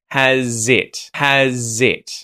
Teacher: we can connect the word has with it, where that Z sound is connecting to I